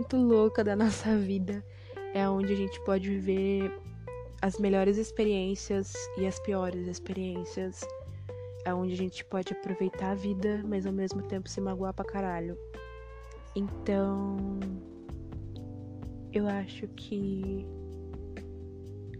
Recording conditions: background noise